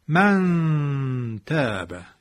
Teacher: این همون کشش غنشه. صدا را احساس میکنید که از فضای بینیست؟ این همون غنست